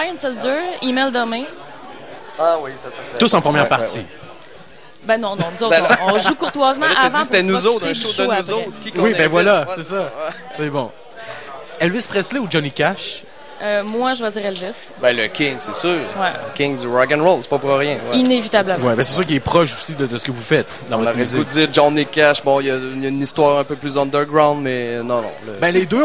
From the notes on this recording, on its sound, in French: Festival d'été de Québec, sur les ondes de CKRL 89,1 en direct du bar le Sacrilège.